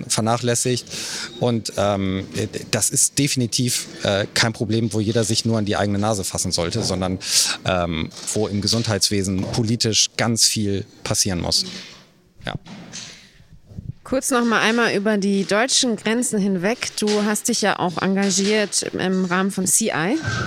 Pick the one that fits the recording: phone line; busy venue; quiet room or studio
busy venue